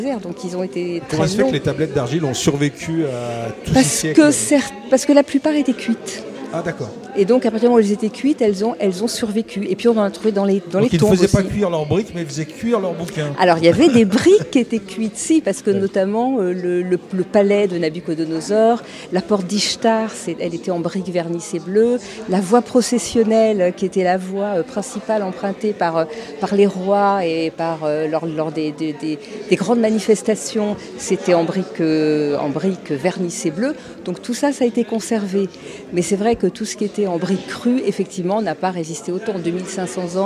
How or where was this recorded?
busy venue